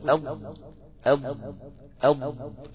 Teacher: لما تقول اض اض اض المنطقة دي هتتكئ، الحافة هتتكئ اتكاء كامل على الأضراس من الداخل من جوه · Term: حرف الضاد